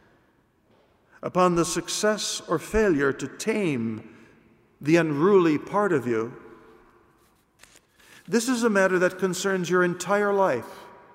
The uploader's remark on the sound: It was recorded at the 12:00 PM Mass in ordinary form.